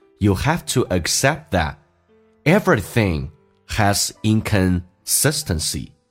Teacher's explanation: Accept T 不发音，只要略音，后面是以辅音开头